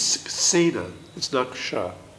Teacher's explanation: You have a dental S following a K and it stays dental. Here it's because it's a samasa.